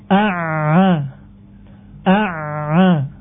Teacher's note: Kita dapati ternyata berhentinya di tengah-tengah tenggorokan. · Term: ain